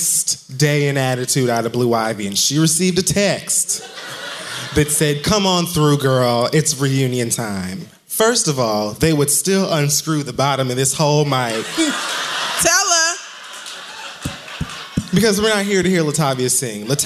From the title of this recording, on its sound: Live From Sony Hall 4/21